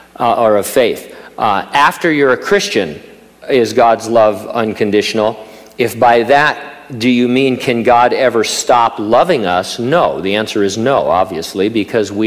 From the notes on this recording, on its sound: during a live Q&A session at Calvary Hanford